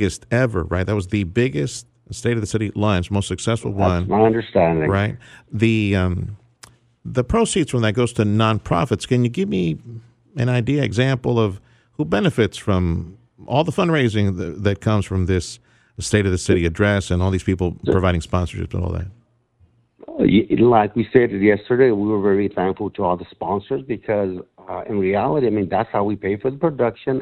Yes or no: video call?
no